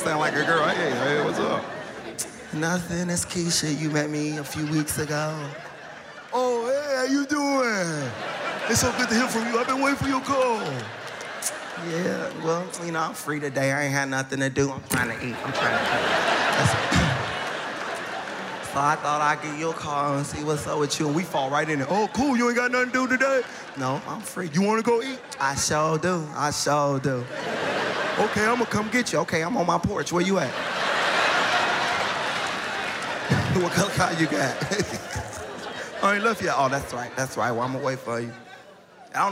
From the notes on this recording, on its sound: Taped in front of two sold out crowds at the Studebaker Theater in his hometown of Chicago.